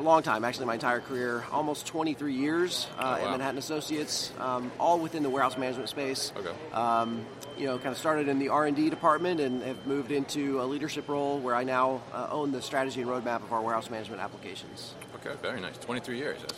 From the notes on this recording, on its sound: This was recorded at MODEX 2020.